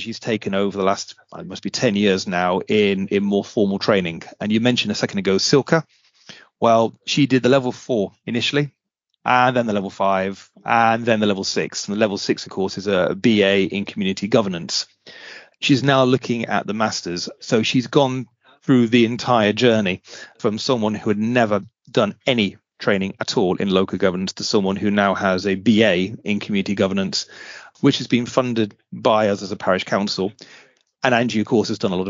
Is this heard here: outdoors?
no